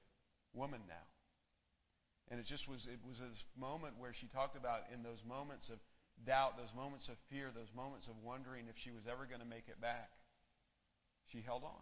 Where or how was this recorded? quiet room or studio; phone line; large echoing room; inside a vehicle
large echoing room